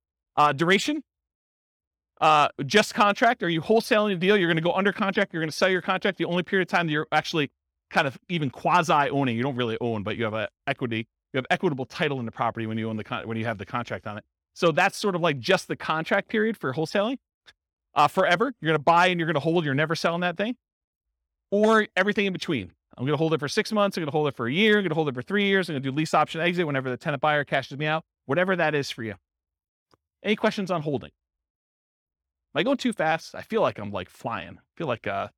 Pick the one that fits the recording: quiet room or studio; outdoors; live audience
live audience